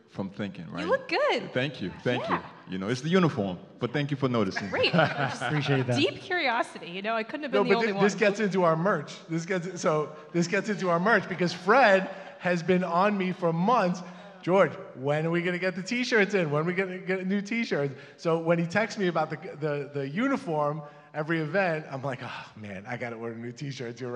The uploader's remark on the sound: Recording of The SPEAK™ Podcast LIVE which took place at our SPEAK: Health pop-up event. Stages that consist of 10 SPEAKers, one microphone and one spotlight.